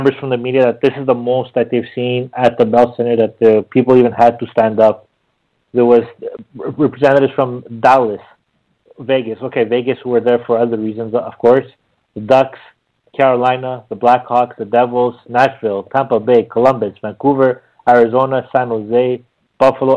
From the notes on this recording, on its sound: we take your phone calls